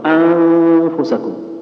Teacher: المخرج يكون من الخيشوم بمشاركة إيش الشفتين اللي يخرج منها الشفة السفلى اللي يخرج منها اللي تقول أنفسكم. · Term: الإخفاء